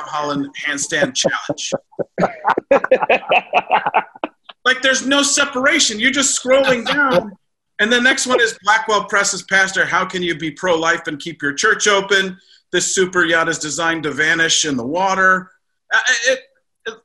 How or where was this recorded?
video call